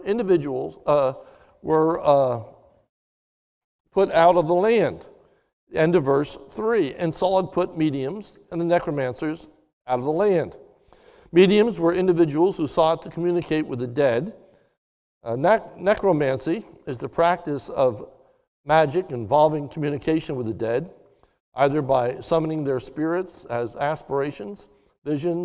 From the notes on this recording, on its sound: a sermon recorded live at the Lebanon Bible Fellowship Church in Lebanon, Pa on 04/25/2021 during the morning service